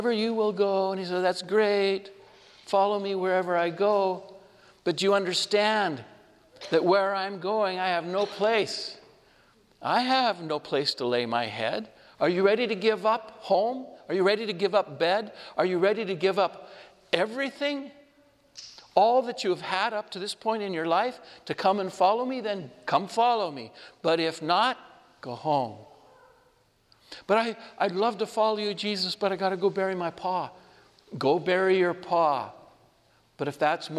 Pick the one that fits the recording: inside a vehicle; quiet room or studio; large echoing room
large echoing room